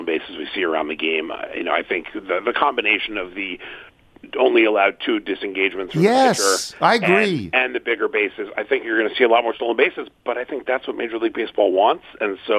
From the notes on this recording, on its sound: calls in to give his thoughts